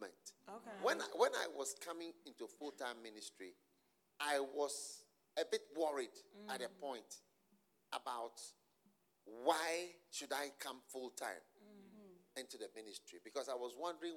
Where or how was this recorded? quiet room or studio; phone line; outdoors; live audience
live audience